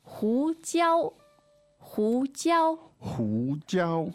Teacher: Second and first tone.